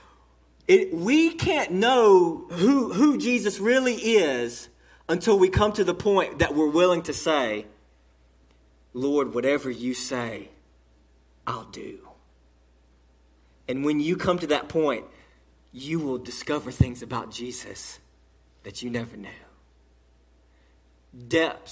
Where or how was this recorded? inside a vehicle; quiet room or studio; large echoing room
large echoing room